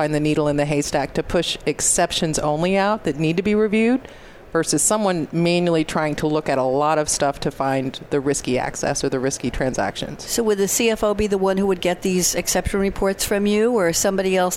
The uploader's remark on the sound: Live from Sap Sapphire Now 2017